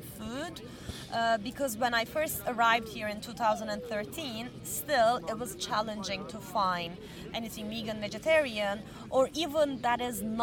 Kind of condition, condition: setting, outdoors